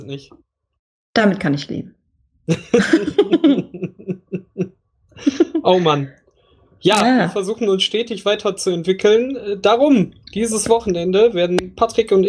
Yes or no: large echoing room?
no